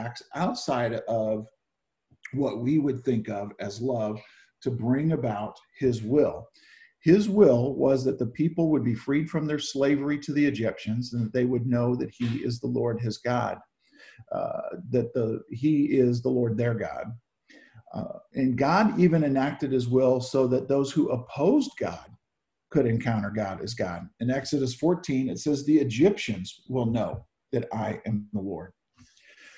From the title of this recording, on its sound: Zoom Sunday 7-5-20 (Audio)